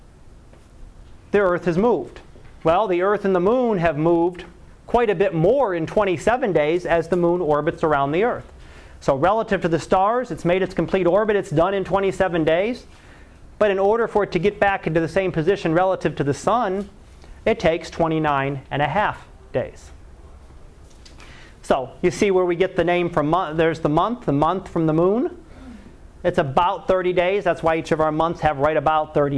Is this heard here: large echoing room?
yes